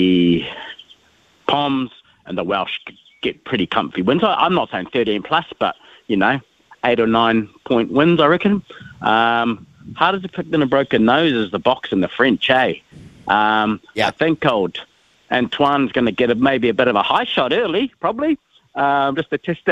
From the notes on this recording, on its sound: We've thrown the phonelines open for you to have your say on the sporting landscape.